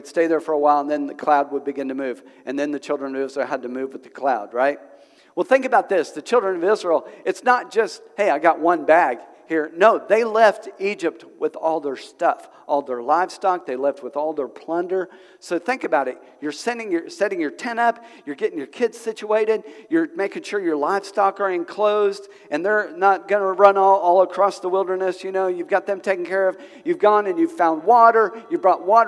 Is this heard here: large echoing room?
yes